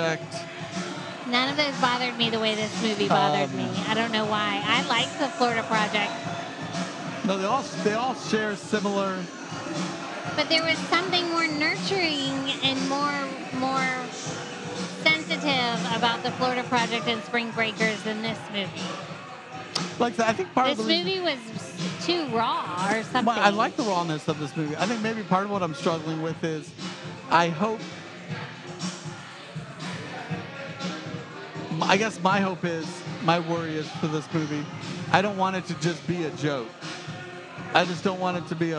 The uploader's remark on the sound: Unseen Creatures Brewing & Blending might not have been the quietest place to record a podcast on a Saturday night in Miami but it was one of the coolest. It was a bit of a noisy night.